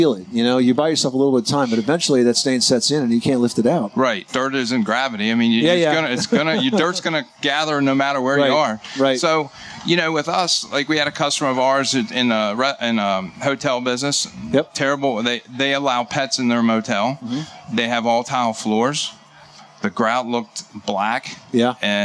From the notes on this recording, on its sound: Live from the 2018 National Hardware Show